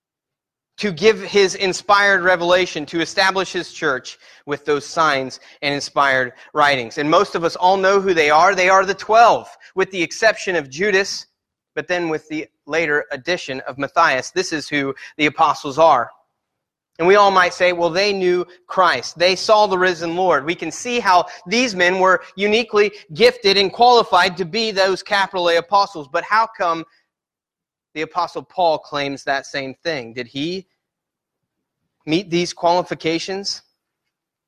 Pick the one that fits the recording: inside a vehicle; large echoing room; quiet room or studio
large echoing room